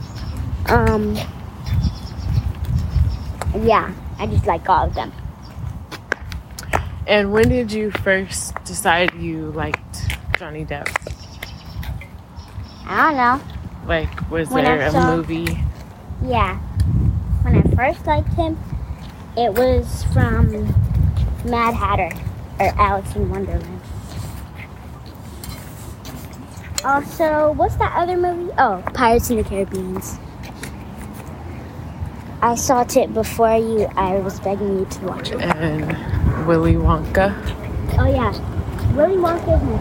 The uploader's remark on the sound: On today's episode you will hear our conversation as we are taking a walk around the neighborhood. You will also hear the birds singing in background and feel like you are walking right along side of us.